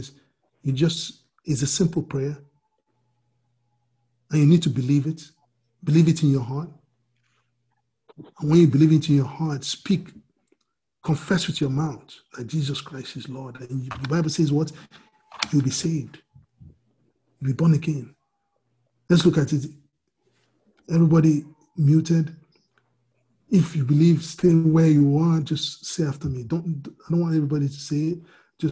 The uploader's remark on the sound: We are on Zoom now. Princeton FTLW Church will be having our Sunday services on Zoom.